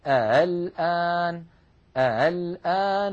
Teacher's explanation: السطر الثاني يبين لنا حالة التسهيل، دخلت همزة الاستفهام على قوله تعالى الآن فصار النطق بعد دخول همزة الاستفهام، تغيرت همزة الوصل فصارت مسهلة، وعلامتها كما ترون على الشاشة فوق الألف نضع دائرة مصمتة سوداء تدل على أن الهمزة مسهلة، ويكون النطق هكذا الآن الآن.